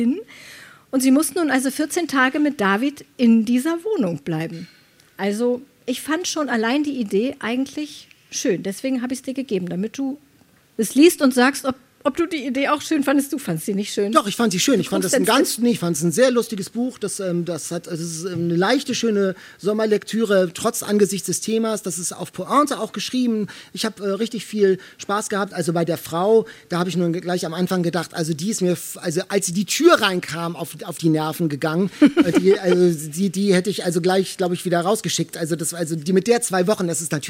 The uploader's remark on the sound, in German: Diesmal mit Live-Publikum auf Kampnagel in Hamburg. An einem lauen Sommerabend fand die erste öffentliche Podcast-Aufzeichnung statt.